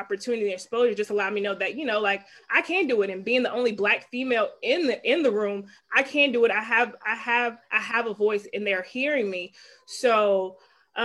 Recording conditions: video call